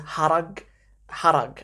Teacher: I think the stress is on the first a